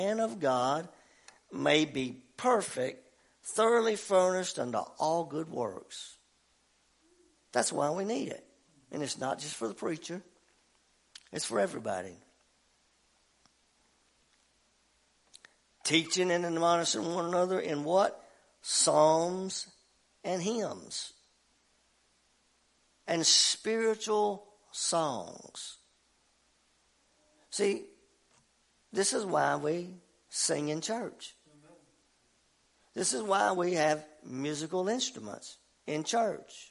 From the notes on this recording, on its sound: WELCOME TO OUR LIVE SERVICE. At Family Worship Center in Athens Tennessee. To stream our music live over the internet.